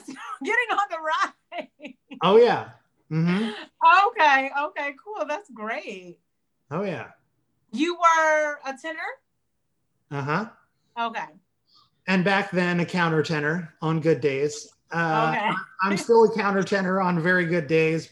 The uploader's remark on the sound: Recorded via Zoom